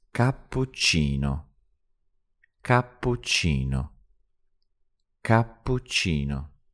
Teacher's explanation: making the P and the CH really nice and long